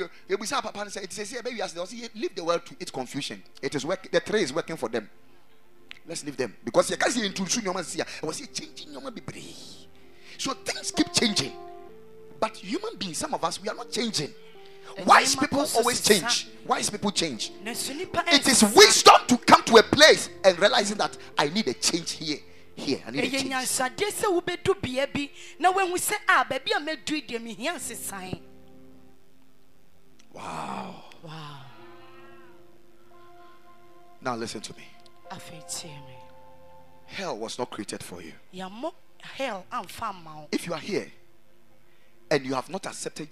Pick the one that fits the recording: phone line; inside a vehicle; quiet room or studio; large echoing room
large echoing room